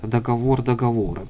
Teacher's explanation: Договора, увы, проникают в нашу речь, но классически все-таки договор, договоры. Не с ударением на первый слог, хотя постепенно первый слог все более и более употребим.